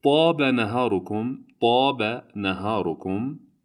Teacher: This is a kind of strong T which comes by pressing your tongue behind your front teeth.